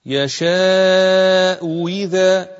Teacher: لكن الهمزة التانية تتقلب واو، واو مكسورة